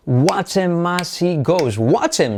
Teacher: Salta la H, hace la I como una E